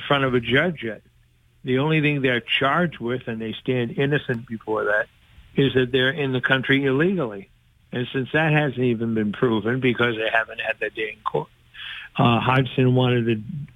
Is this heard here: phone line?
yes